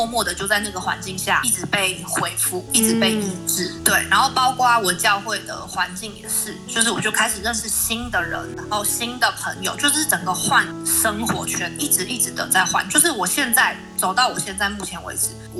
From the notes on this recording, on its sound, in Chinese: 本集因收音問題，可能會出現較大氣音，請見諒